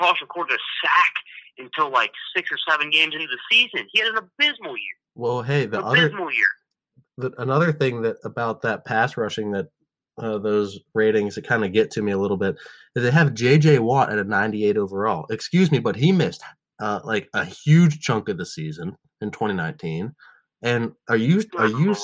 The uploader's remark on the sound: Joins us on the phone for the second segment.